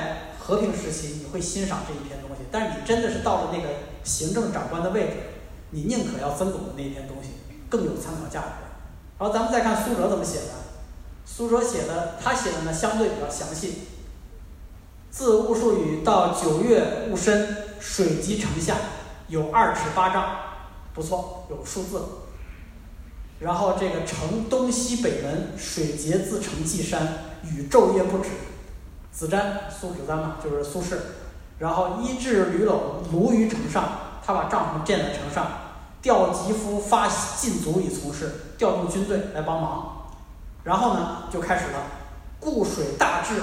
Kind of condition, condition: setting, live audience